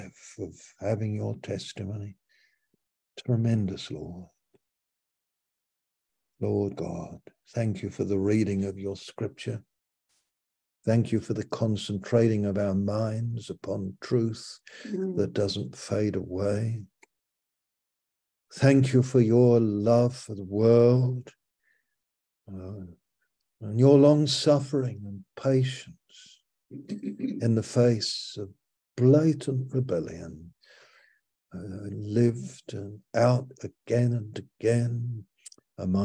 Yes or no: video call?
yes